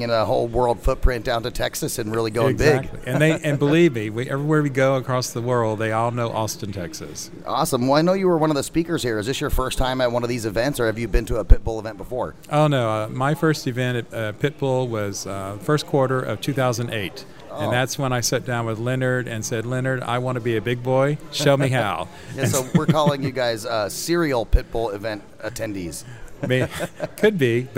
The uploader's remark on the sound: Lauderdale Florida from the floor of the Pitbull conference.